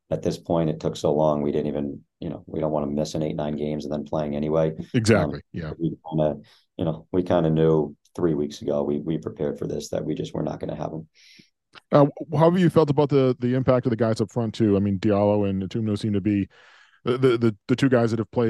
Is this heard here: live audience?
no